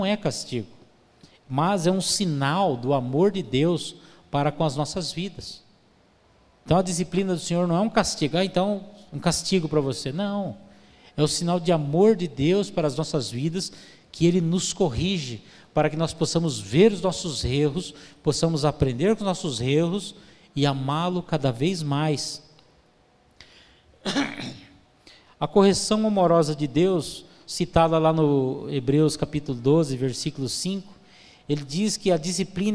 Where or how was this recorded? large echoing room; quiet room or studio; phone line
large echoing room